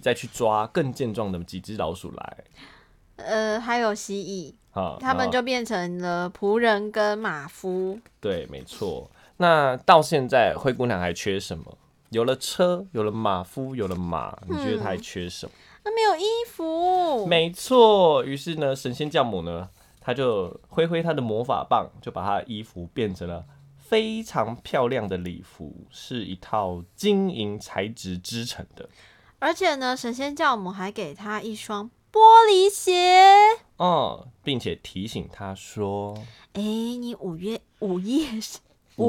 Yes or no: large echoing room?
no